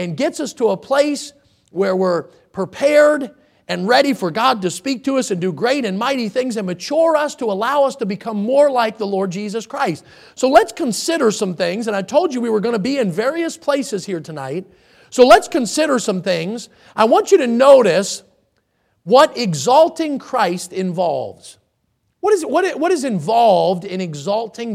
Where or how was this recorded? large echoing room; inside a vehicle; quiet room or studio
large echoing room